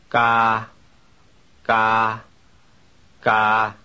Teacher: The initial consonant in this word is called an unaspirated K.